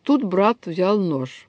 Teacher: Все слова односложные, ни одного безударного слога нет. Но мы как-то ощущаем, что все слова ударные.